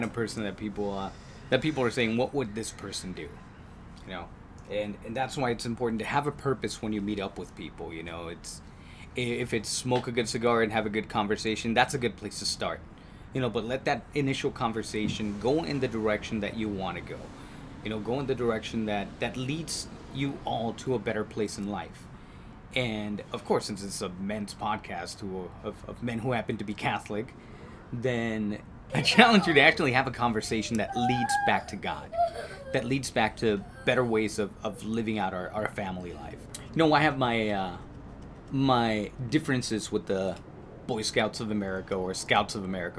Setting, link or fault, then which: fault, sounds in the background